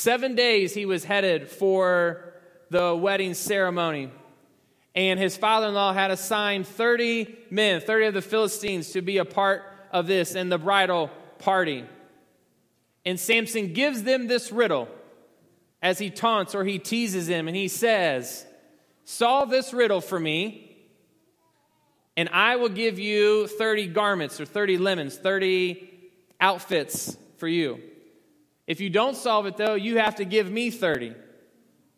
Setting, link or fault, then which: setting, large echoing room